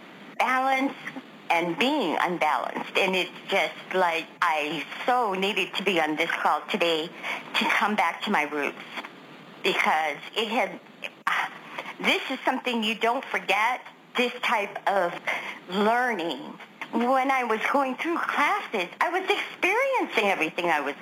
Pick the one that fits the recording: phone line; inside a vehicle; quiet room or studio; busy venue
phone line